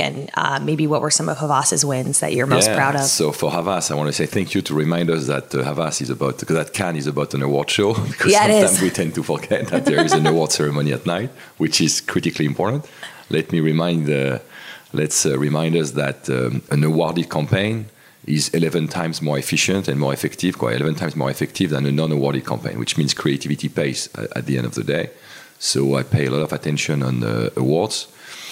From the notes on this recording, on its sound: Campaign Chemistry live from Cannes.